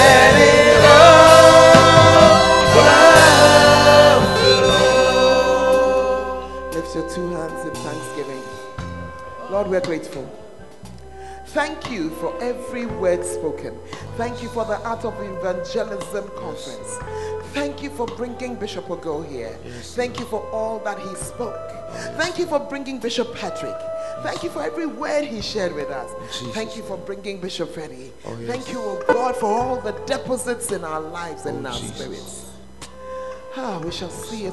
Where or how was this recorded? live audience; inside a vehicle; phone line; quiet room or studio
live audience